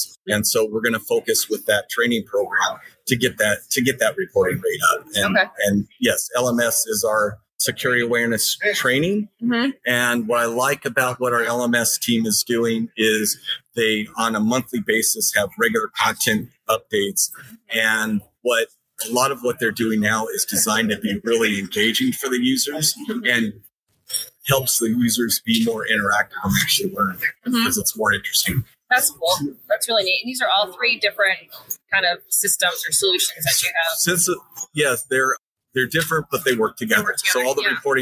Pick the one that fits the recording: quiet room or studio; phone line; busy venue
busy venue